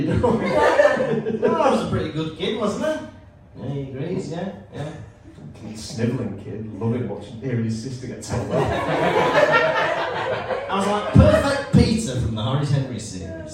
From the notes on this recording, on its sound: in front of a live studio audience